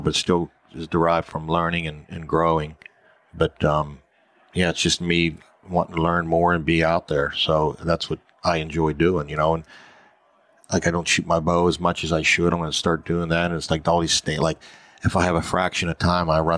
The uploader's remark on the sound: This weeks podcast was recorded at the Mobile Hunters Expo.